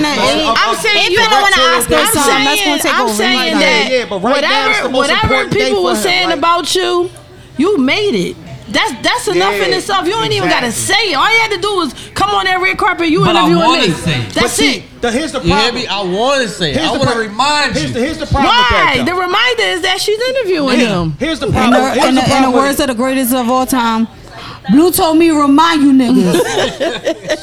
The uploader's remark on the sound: Recorded live Tuesday Night 3/7/23 for "Krush Lounge" in Philadelphia Pa